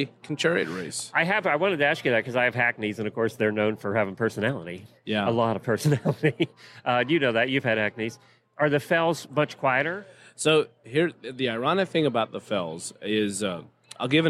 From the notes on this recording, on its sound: Live from Day 1 at Equine Affaire, Ohio. Live from Equine Affaire in Ohio. They bring you interviews with some of the fascinating clinicians, vendors and spectators that are attending this year!